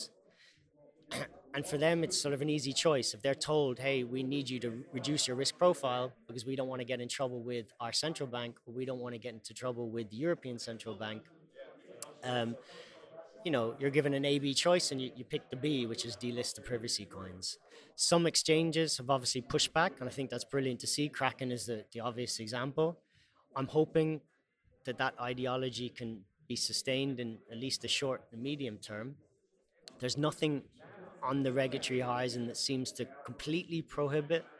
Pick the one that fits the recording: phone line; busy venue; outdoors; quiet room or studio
busy venue